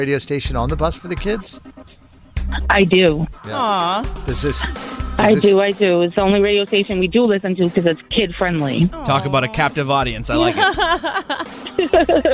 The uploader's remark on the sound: listeners called